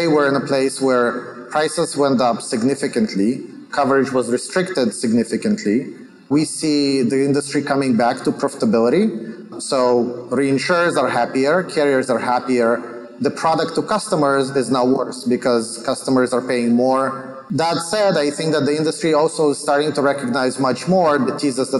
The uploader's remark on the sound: on a panel at ITC Vegas 2022